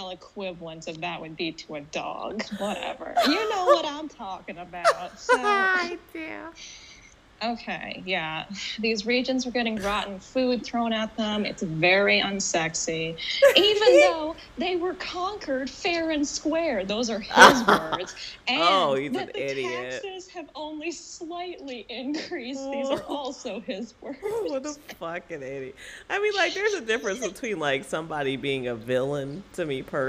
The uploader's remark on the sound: Audio's pretty wonky on these first three episodes coming back!